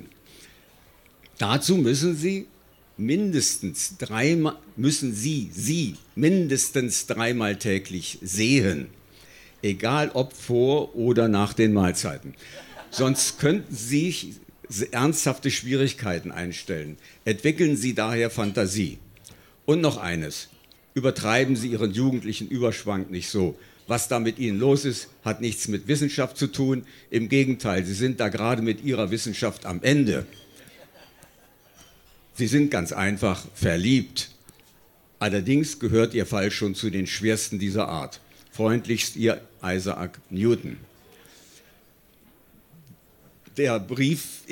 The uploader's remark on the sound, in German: Auswahl der Beiträge von der „texte von gestern“-Liveshow am 30.06.2019 im frannz Biergarten, Berlin. Heißen Dank an den frannz Biergarten, unser tolles Publikum.